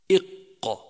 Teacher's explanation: صفات حرف القاف المتضادة: أولا الجهر، فينحبس النفس عند النطق به، إق، خلافا للأحرف المهموسة. ثانيا الشدة، ينحبس الصوت عند النطق به خلافا للأحرف الرخوة